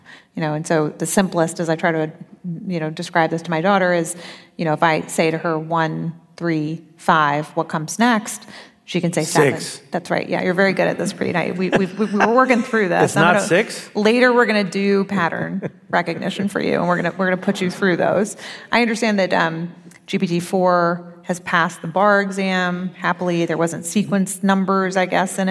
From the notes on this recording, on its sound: The conversation took place in San Francisco on April 16th at the Sydney Goldstein Theater, and was hosted by City Arts & Lectures.